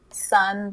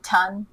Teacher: you'll see a lot of kids who stop sounds. So, like if they're saying sun, they'd say ton. · Shown in: second take